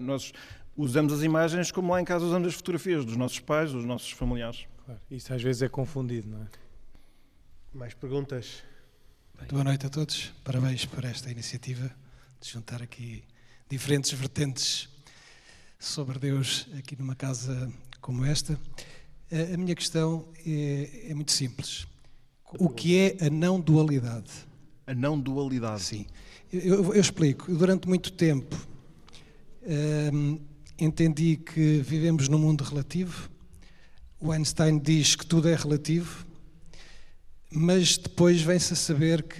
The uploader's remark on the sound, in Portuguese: Programa gravado na Igreja de Nossa Senhora do Livramento na Sobreda da Caparica. Perguntas do públi.